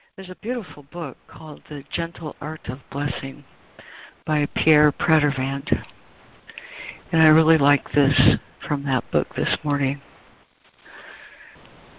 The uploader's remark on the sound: ACIM Daily Conference Call